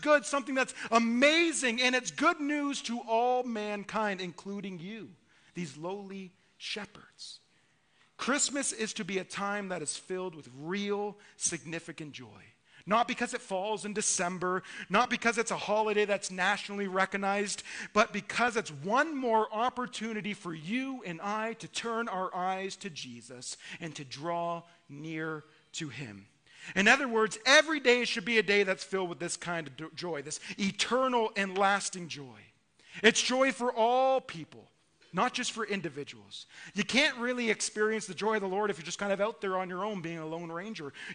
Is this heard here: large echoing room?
yes